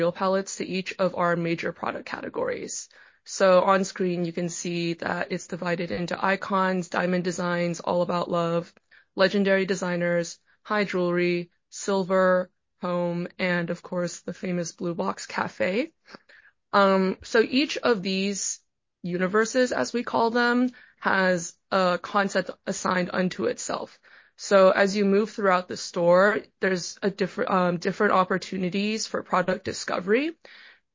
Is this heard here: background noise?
no